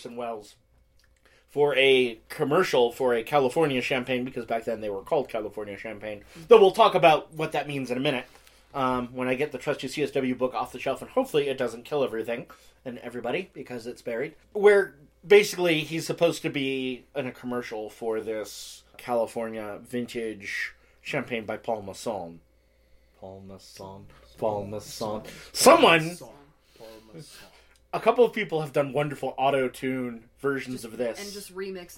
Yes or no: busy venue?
no